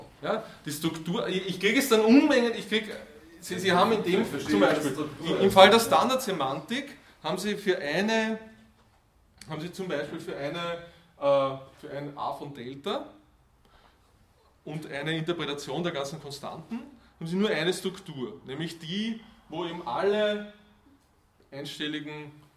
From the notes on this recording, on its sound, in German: Diese Vorlesung wurde von Studierenden aufgenommen